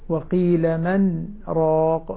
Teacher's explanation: السكت يمنع الإدغام لأنه لا تواصل بين النون والراء